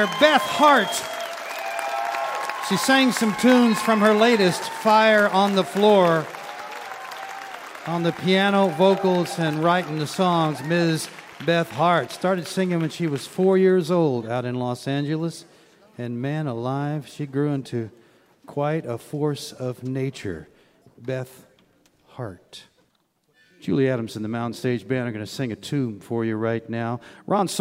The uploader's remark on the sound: Recorded live at the Clay Center for the Arts & Sciences in Charleston, WV.